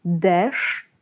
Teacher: ma grupę spółgłoskową na końcu i do tego składającą się z głosek tak zwanych szumiących, trudnych dla dziecka, możesz powiedzieć pada.